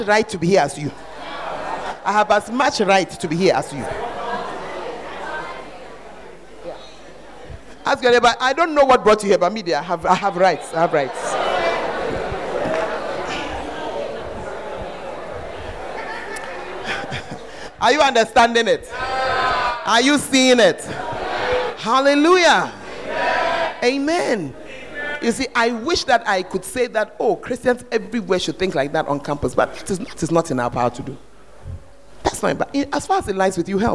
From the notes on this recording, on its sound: Preached At The 100s and 200s Camp